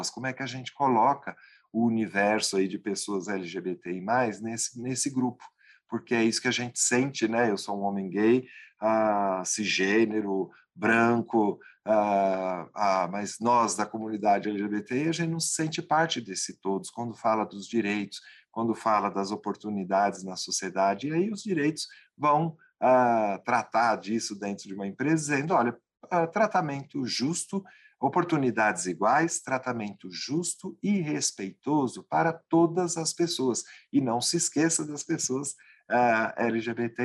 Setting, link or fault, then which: link, video call